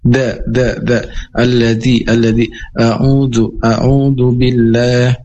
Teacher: Ada huruf da, yaitu seperti huruf da yang ada titiknya, itu dengan makhraj mudahnya itu seperti digigit atau ujung lidahnya terkena dengan gigi